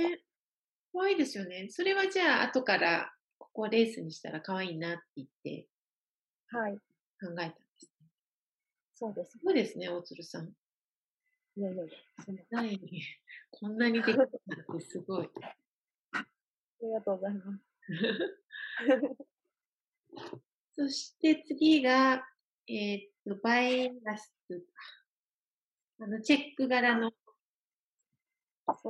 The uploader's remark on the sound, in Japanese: 初のリモート録音でお聞き苦しいところもあるかと思いますが